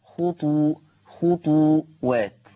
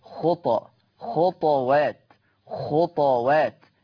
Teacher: أما ورش عن نافع فيقرأ بسكون الطاء مع القلقلة · Shown in: second take